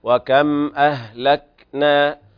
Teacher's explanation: أهلكنا همس خفيف بدون زبزبة الحرف · Term: همس الكاف